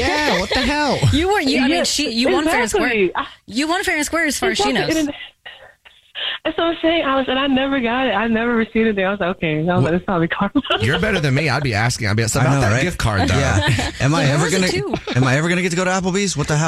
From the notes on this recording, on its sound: The woman on the phone is stepping out of work while on the phone to confess her Dirty Little Secret!